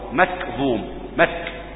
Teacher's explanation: الكاف مهموسة ايضا عشان ما تبقاش قاف مكظوم